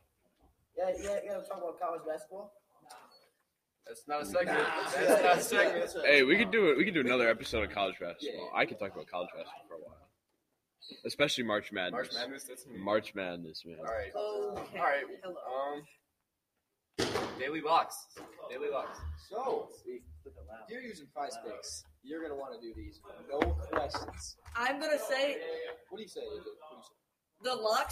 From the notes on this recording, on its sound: includes some background noise